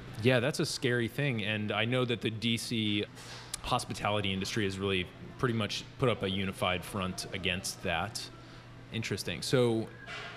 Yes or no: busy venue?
yes